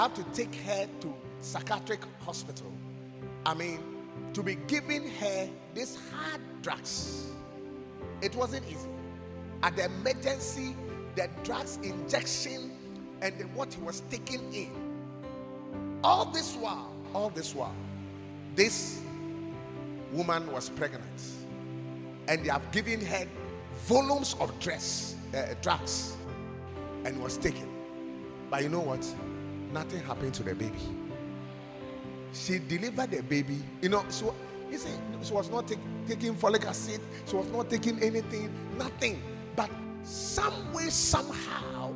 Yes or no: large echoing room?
yes